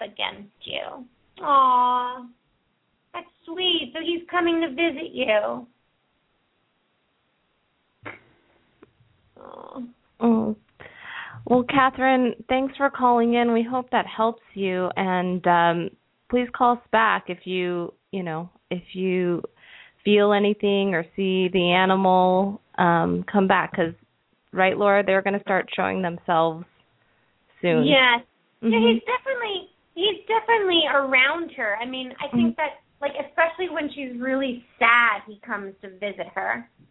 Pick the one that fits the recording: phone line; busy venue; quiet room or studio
phone line